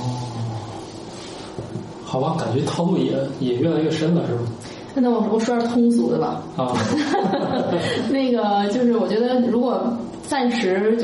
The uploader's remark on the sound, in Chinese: 本期节目在玉米实验室办公区用录音笔录制，可能有街道上的杂音，请见谅。